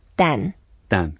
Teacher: Yeah, it's like a D-A-N, fourth tone.